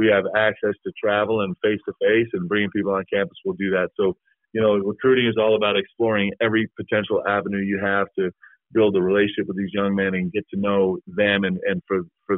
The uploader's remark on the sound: spoke with the media via a teleconference